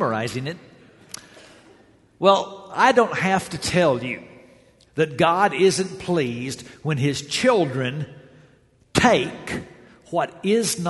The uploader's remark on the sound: This series of lessons was preached during the Greater Things Capital Campaign for The Hills Church.